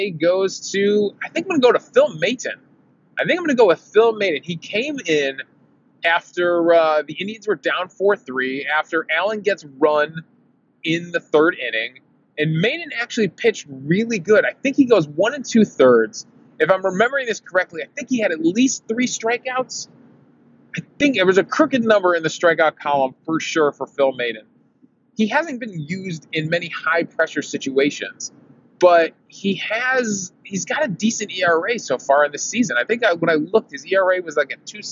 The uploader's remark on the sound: I recorded this episode driving home from the game in my car.